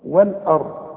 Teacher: اللام رققها والهمزه رققها وفخم الراء والضم